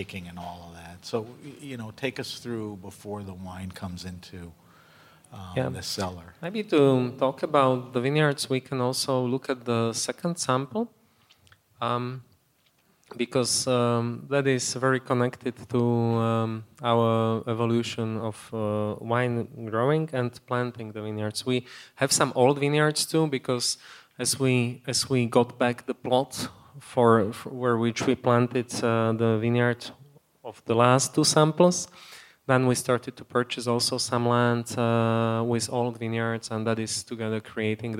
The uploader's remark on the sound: On this episode of HRN On Tour, we travel to the Raw Wine 2022 festival in Maspeth, Queens.